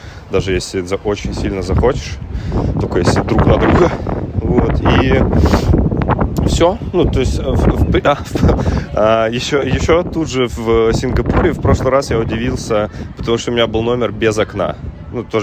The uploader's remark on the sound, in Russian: с шумом ветра на заднем плане, так как подкаст я записывал ходя вдоль набережной у Сентозы